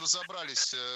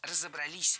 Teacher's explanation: Разобрались неверно. Вспоминаем про всемирное тяготение части «с» к ударению и произносим правильно «разобрались» · Shown in: second take